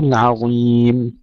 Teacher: ترقيق العين وتفخيم الظاء